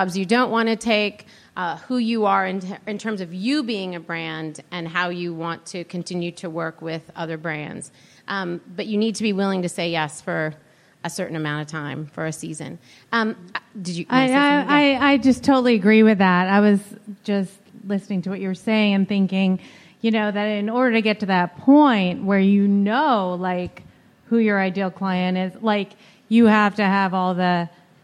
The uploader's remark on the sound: Our final installment of the live LIBERTY Sessions in Pasadena. We've had a blast sharing these panel discussions.